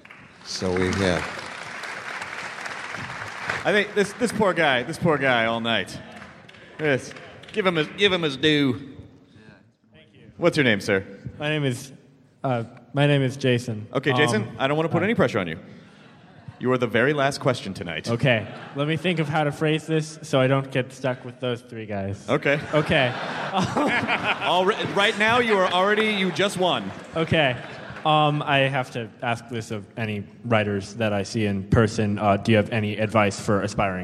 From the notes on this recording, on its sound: This was a panel at SF Sketchfest way back in January of 2011 after an incredible screening of the film at the Castro Theater for 1000 screaming fans.